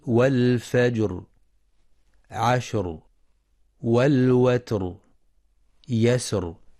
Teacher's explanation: فتفخم الراء في والفجر، عشر، والوتر، يسر لسكونها بعد ساكن مسبوق بفتح